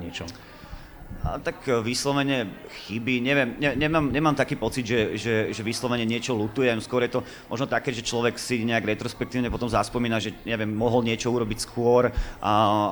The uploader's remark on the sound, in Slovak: vznikol na festivale Učiaca sa Trnava v októbri 2021